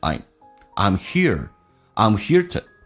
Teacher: I'm 用降调读，双元音经常说的不是那么的饱满，近似于单元音，变成 I'm here, I'm here to 说成 t 加个 I'm here to tell you, I'm here to tell you that.